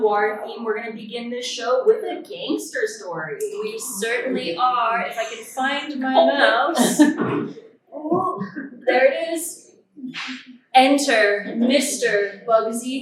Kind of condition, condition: fault, poor sound quality